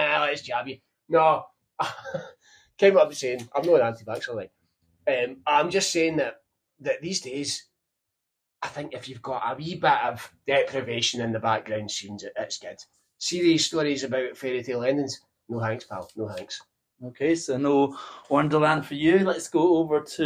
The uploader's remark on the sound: sorry about the Audio quality